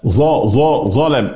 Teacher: لولا نطق المخرج الصحيح، المخرج الصحيح لقلبت إلى زاي مفخمة · Term: الظاء